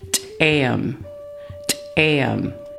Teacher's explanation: The ejective T sound in Tsklallam is pronounced just like the English letter T, but with a stronger pop